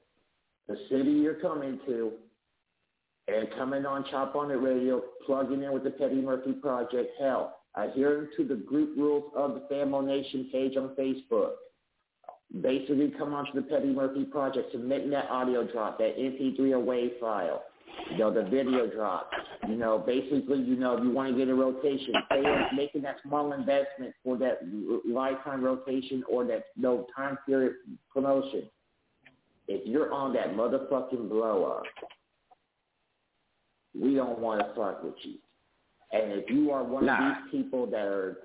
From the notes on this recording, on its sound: Guest Caller calling into the show tonight!!!!